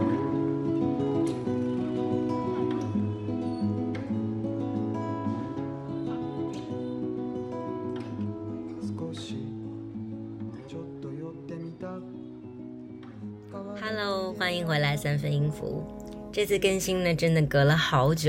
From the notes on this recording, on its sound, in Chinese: SoundWalk 第五站 涩谷后花园-奥涩谷。今儿荡马路的区域是，距离涩谷步行大概10分钟，可以到达的”奥涩谷”（OKUSHIBU）一带。具体就是指从涩谷东急本店沿文化通往井之头通方向走，包括神山町・宇田川町・富之谷一带。